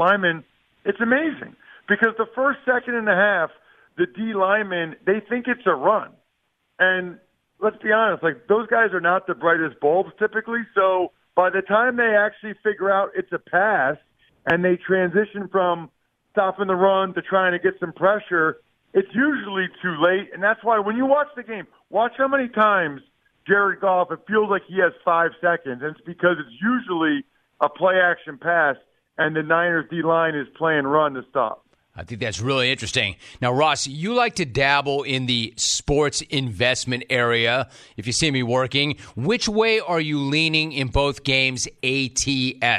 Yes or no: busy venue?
no